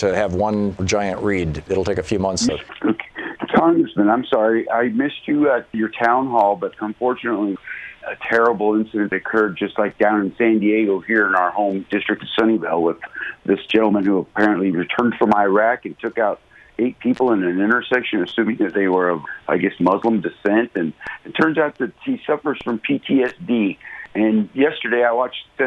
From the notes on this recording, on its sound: Listeners phone in.